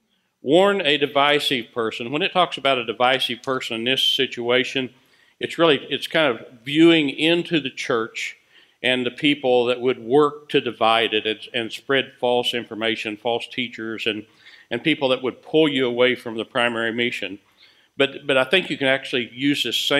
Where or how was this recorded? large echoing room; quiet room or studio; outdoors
large echoing room